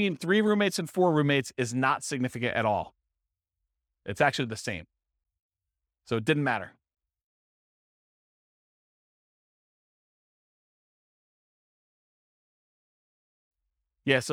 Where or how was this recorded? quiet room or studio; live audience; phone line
live audience